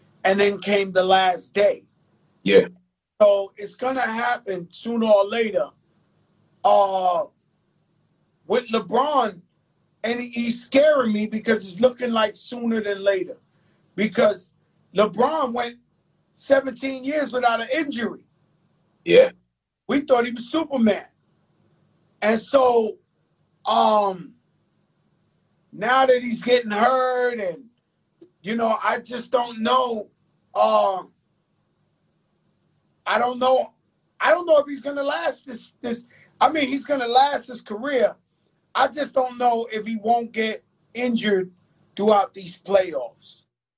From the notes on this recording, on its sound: on IG Live